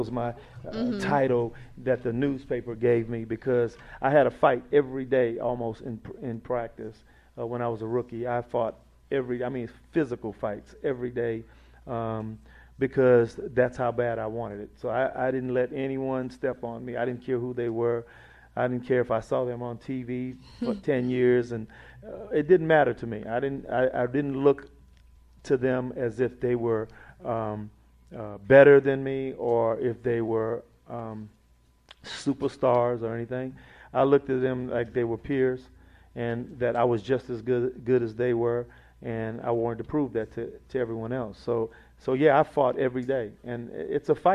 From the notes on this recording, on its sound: Live Show!